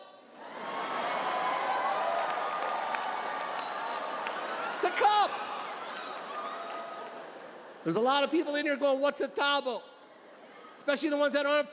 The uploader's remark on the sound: His Netflix special, "Live at the LA Forum".